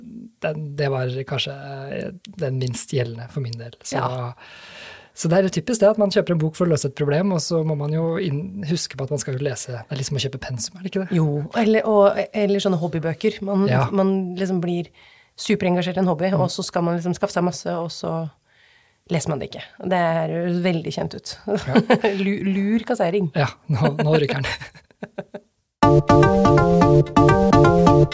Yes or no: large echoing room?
no